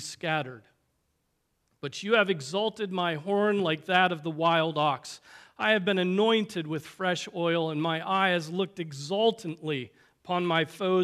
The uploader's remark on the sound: Preached on August 12, 2023 at Trinity Presbyterian Church ( Evangel Presbytery ) in Spartanburg, SC.